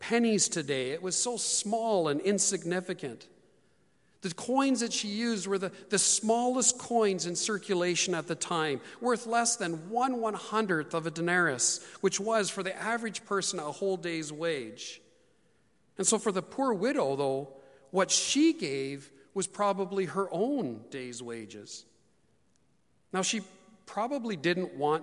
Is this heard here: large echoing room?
yes